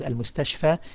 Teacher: Besides that, we saw the alif maqsura at the end of a noun, such as al-mustashfa, and if you had a harf al-jar before it, that you do not pronounce the e sound at the end, but rather you stick to the long a fatha vowel